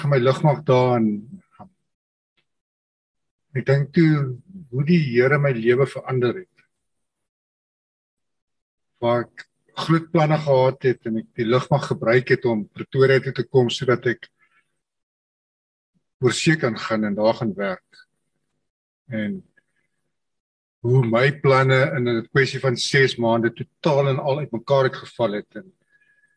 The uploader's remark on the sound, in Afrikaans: Manne van die Woord Zoom Byeenkoms